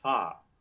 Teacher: And as a matter of fact, it's interesting, the more posh you are, perhaps the more smoothing you do, so that at a certain point, you may actually sit by the fa, right, where it's simply a long, bright ah. With no diphthong and no schwa at all.